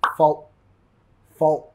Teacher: Nota que lo más común al final es no pronunciar la T completa más el stop T.